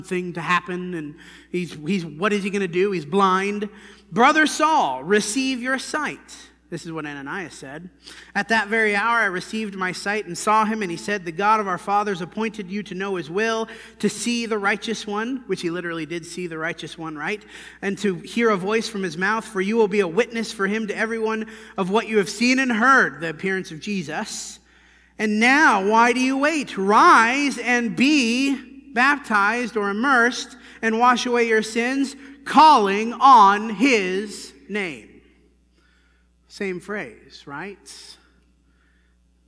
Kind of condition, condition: setting, large echoing room